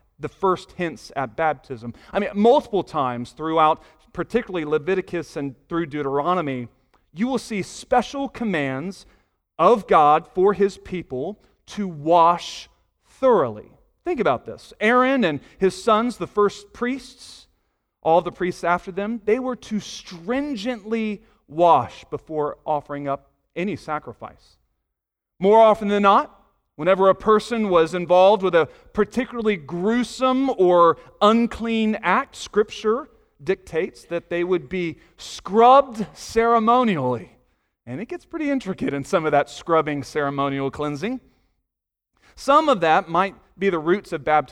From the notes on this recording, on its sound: Sunday morning sermon audio